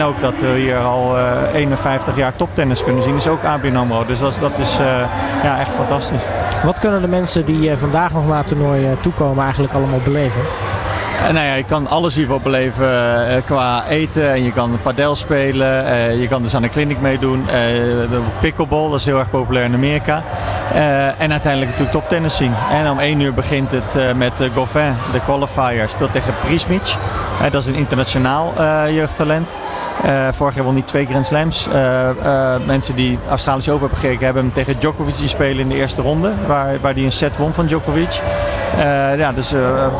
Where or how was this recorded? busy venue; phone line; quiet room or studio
busy venue